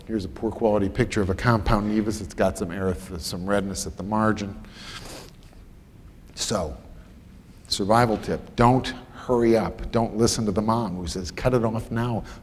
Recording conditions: live audience